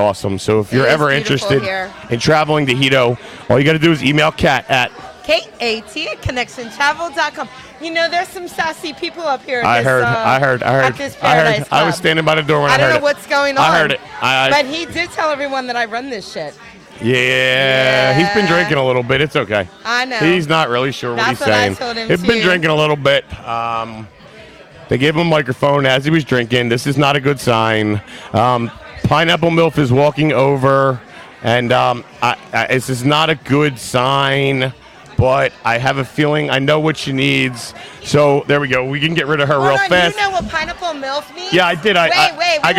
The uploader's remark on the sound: LIVE From the Paradise Club for the Connection Travel Hottest MILF contest